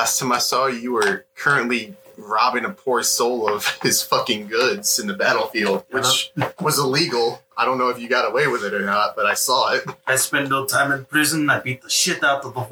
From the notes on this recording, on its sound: Sorry for the bad quality of the sound, we are still working out how to make everything sound good and make sure everyone is clear.